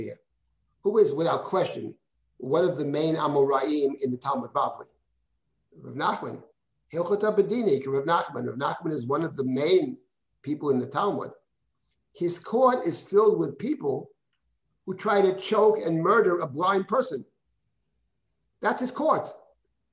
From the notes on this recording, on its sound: This audio was originally captured from Zoom